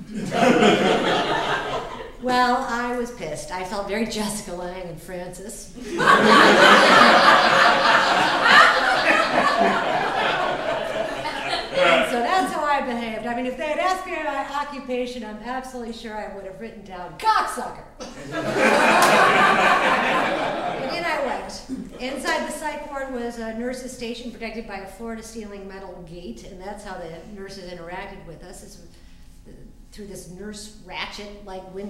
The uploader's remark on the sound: Recorded at the Comedy Central Stage at the Hudson Theatre in Los Angeles.